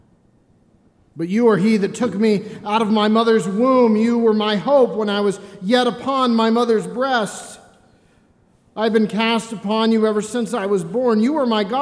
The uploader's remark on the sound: This reading of Psalm 22 was recorded during the stripping of the alter on Maundy Thursday, 2020.